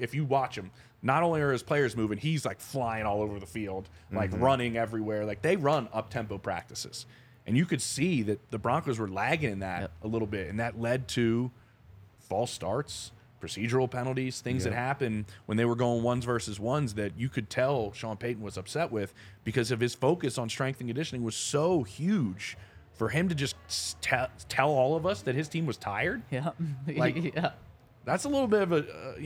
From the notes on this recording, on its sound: coming to you LIVE from the DNVR Bar